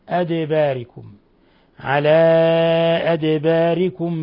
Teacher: ثم نقلقل الدال لسكونها